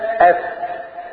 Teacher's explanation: مثال اخر يتب فاولئك، ومن يتب فاولئك، الباء اب والفاء اف، طرف الثنايا العليا مع بطن الشفه السفلى